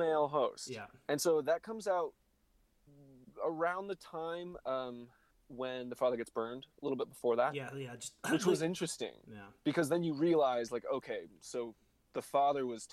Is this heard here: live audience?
no